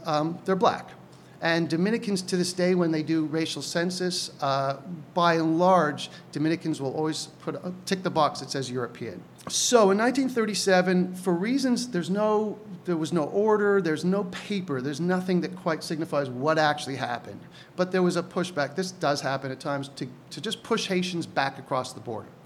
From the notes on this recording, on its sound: Recorded live May 7th, 2017 at the Prairie Theatre Exchange in Winnipeg.